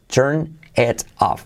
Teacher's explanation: La T como R suave y como E. Turn it off.